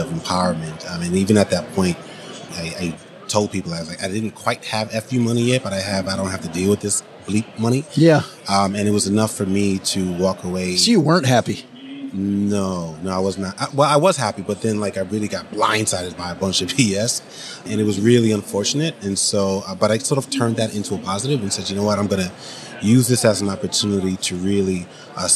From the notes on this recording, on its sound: Live from #FinCon21. We are live from FinCon in Austin, Texas.